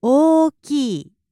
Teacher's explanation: So you want to hold the O and then the E at the end. · Term: long vowels